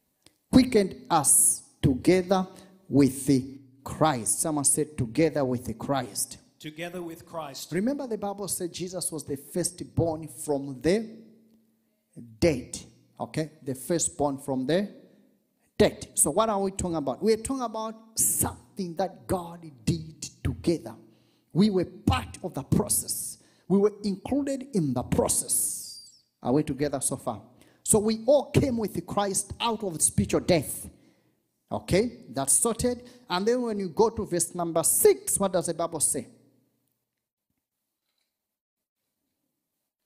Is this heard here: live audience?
yes